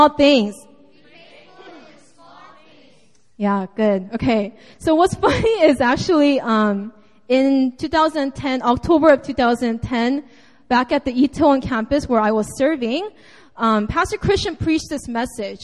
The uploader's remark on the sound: Sunday Service (Seaside Campus 2:30pm)